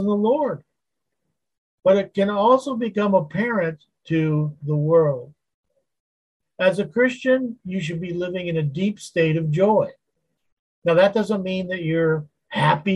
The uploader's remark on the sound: Wednesday Zoom study